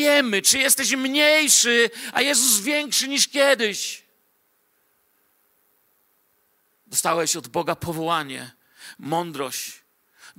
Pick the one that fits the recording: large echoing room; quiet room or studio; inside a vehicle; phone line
large echoing room